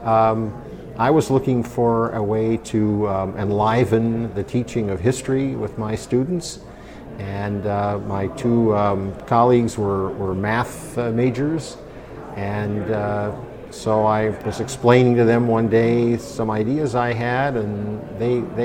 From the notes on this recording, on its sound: This episode was recorded at GDC 17.